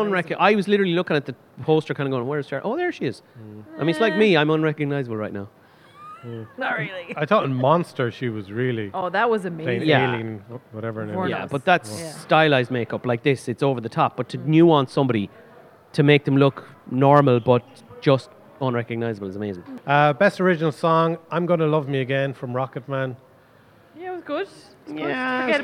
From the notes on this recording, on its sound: Recorded at Eye Cinema Galway.